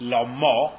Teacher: The other flavour of the word lama is what we have here, where the accent goes on the mem, and one should really read it lama, I wasn't careful how I read it earlier, lama, accent on the mem, without a dogish in the mem